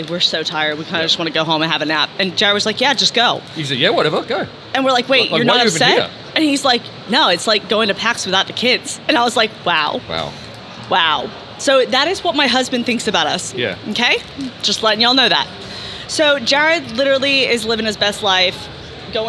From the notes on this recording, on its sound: We talk all things Pax and all things snacks right from the Audio Technica booth on the Pax Aus show floor.